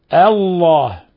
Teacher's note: نرقق الهمزة لأنه ما بعدها مفخم